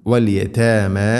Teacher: വലിയ ഥാമ വലിയ താമ എന്നല്ല, കനപ്പിക്കരുത്, താഇനെ ലൈറ്റായിട്ട് ഉച്ചരിക്കണം